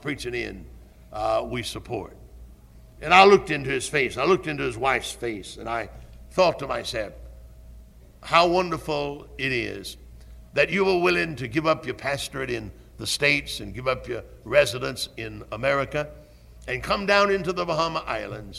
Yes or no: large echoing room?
yes